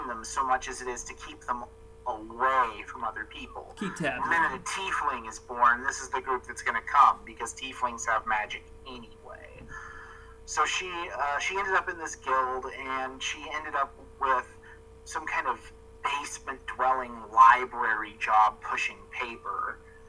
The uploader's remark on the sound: Sorry about the rough audio